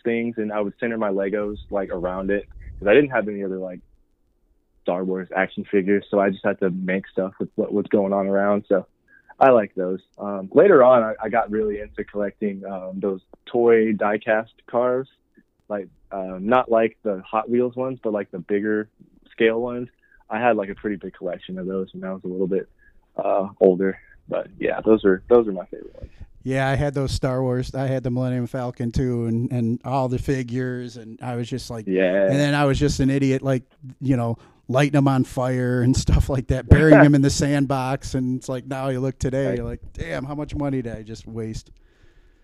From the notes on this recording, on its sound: phone interview